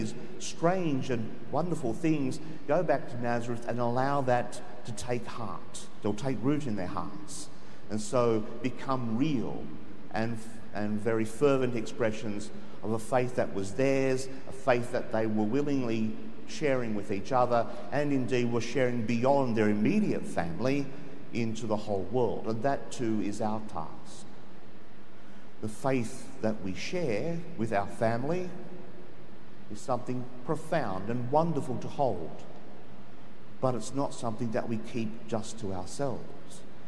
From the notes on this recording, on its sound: The homily from Sacred Heart Cathedral, Hamilton